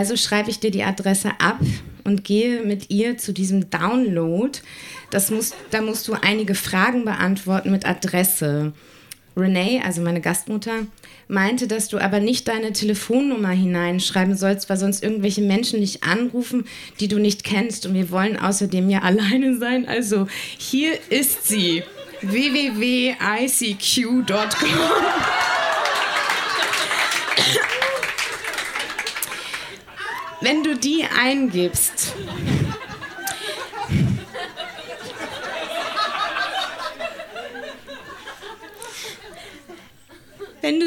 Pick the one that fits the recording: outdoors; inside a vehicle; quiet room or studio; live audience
live audience